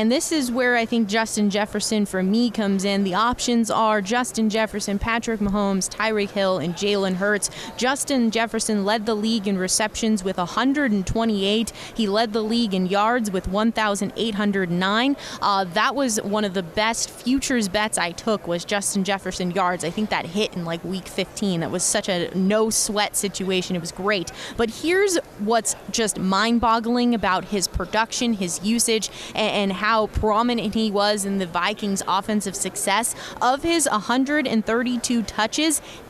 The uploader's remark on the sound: Extra Point live from Super Bowl Radio Row on 2/9/2023.